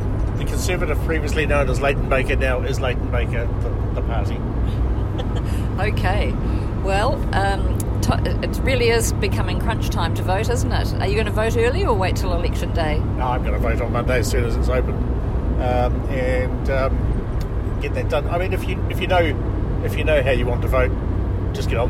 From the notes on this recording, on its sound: This episode is recorded 'on the road' along State Highway 6 between Havelock and Blenheim.